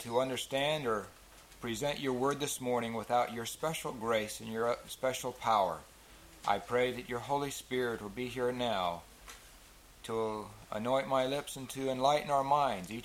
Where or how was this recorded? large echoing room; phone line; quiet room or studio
large echoing room